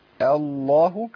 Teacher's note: الهمزه لما نبدا بيها في لفظ الجلاله هنرققها شويه، نقول شيء الله الله ابتسامه بسيطه بس.